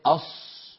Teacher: فيقول الواحد أص هكذا أص ويزم شفتيه إلى الأمام ويضمهما